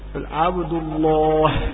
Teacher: اللام مغلظة في اسم الجلالة إذا سبقها فتح أو ضم